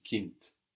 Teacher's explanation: This was spelled K-I-N-D, and the D on the end was hardened by being on the end. We hear a T